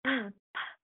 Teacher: the letter P is a lip popper, because when you say p, p, your lips pop